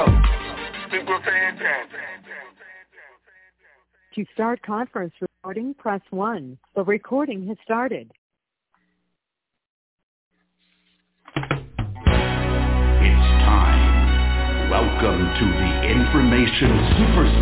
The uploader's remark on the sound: TNTSuperfantastic Conference Call